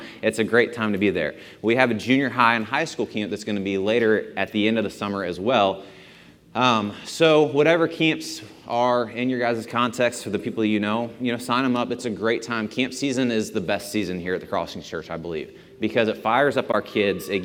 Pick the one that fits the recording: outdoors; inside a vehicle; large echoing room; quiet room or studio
large echoing room